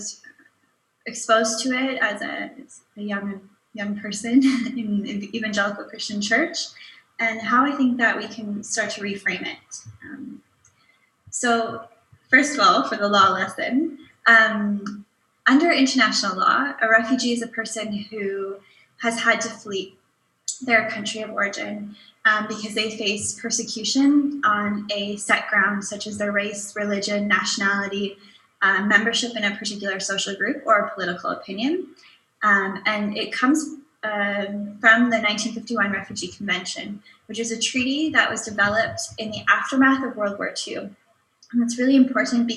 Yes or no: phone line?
no